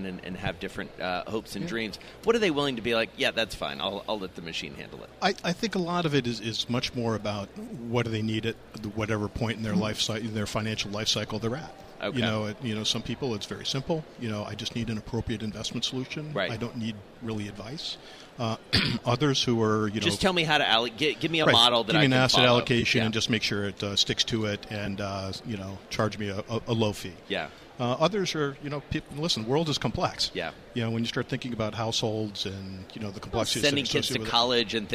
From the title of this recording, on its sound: from BNY Mellon's Pershing INSITE Conference in Phoenix